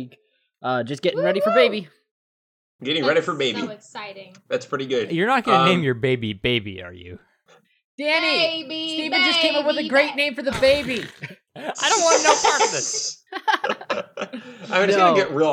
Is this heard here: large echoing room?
no